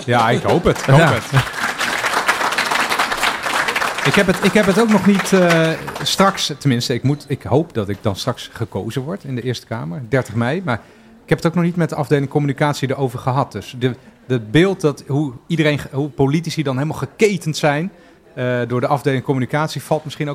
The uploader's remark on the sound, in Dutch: Live bij de Universiteit Leiden campus Den Haag. Hebben we onze jubileumaflevering opgenomen met live publiek. Van remotepodcast.nl ontzettend bedanken voor zijn fantastische audio ondersteuning.